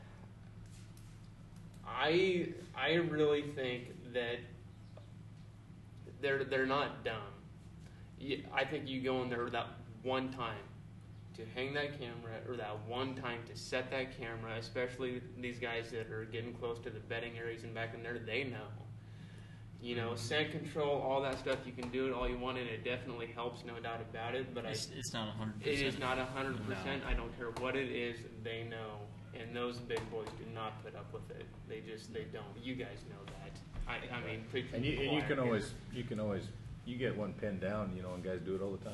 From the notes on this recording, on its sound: Live at the Jamboree 2019